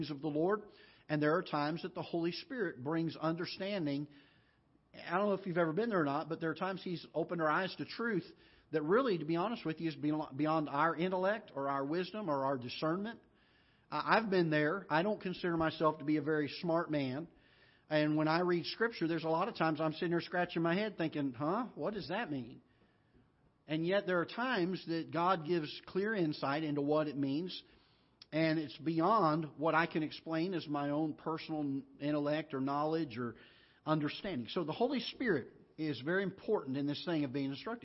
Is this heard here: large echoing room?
yes